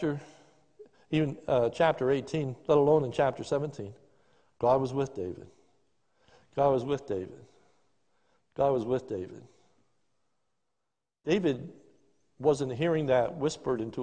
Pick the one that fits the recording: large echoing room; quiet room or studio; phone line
large echoing room